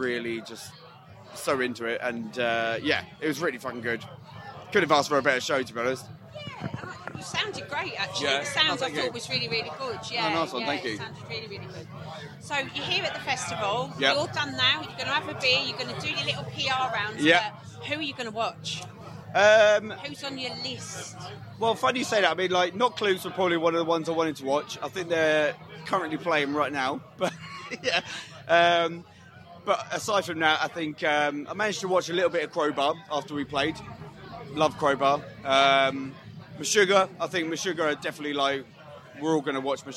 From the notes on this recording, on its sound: Bloodstock Festival 2023. Chat with us at Bloodstock Festival.